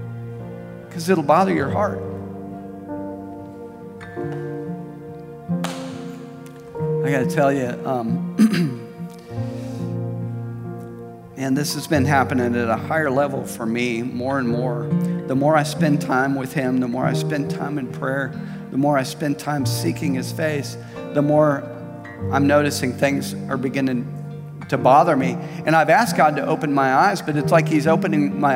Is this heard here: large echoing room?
yes